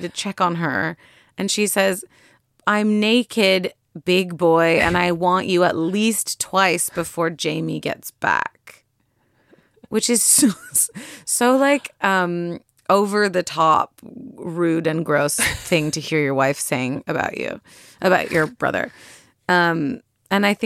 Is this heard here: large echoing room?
no